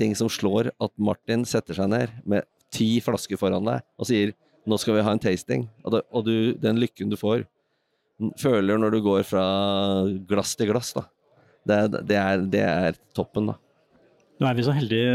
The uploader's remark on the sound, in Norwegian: Oslo Whiskyfestival 2023. Det blir høylydt og torvrøyk på flere språk når de to kaster seg ut i tre etasjer med whiskyboder.